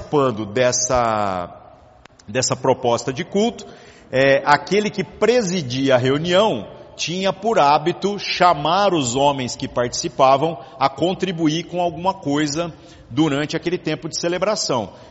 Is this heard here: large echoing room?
yes